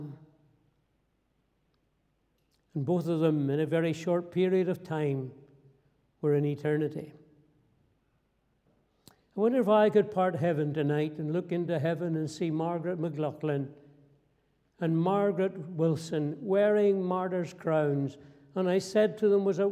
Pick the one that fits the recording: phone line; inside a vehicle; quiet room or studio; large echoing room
large echoing room